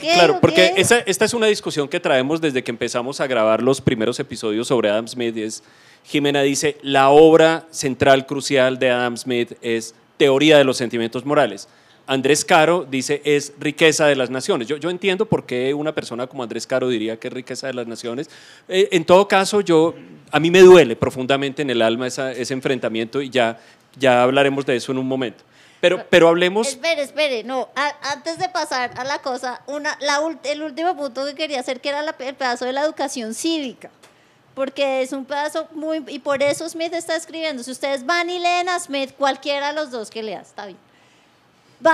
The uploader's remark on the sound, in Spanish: en vivo en la Universidad de los Andes